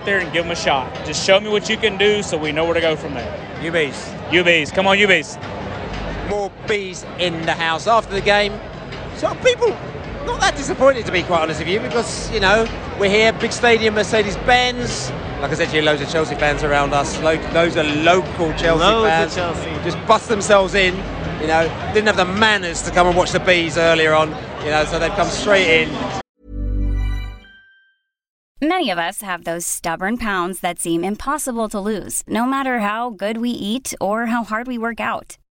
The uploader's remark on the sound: Post Match Podcast from the Atlanta Dome